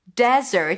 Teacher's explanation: Desert stresses on the first syllable